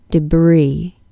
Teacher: The vowel sound in the second syllable is a long E, and the S is silent.